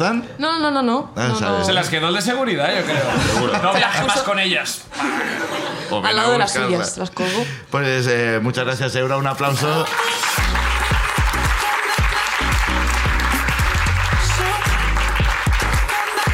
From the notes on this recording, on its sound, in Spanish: El público de La Llama sube al escenario